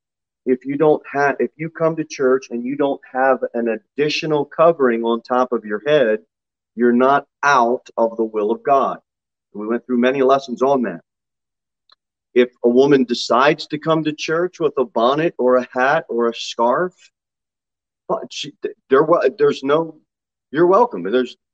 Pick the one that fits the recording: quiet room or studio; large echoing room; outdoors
large echoing room